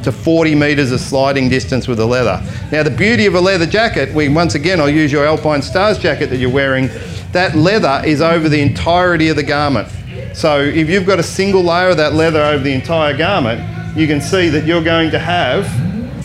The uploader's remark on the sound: This talk was recorded live in The Lounge, at Shiny Side Up Kapiti 2020.